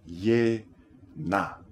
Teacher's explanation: in yena, the I and the E combine to make a Y sound